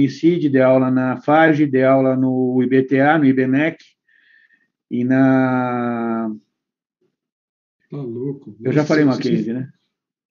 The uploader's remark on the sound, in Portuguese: Áudio Webinar Perinity